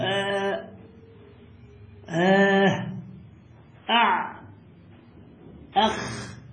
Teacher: هذه الحروف التي تسمى حروف الإظهار، هذه تسمى حروف حلقية تخرج من الحلق، أدنى أوسط وأعلى · Term: حروف الحلق